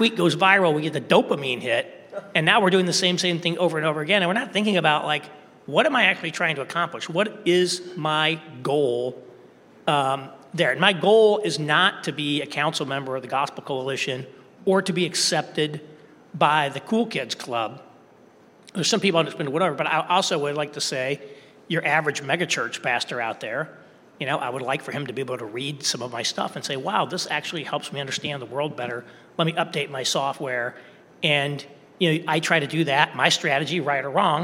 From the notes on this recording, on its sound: Live Conversation. This episode was recorded like at the 2023 King's Domain Conference, "Clear Speech for a Confused Age."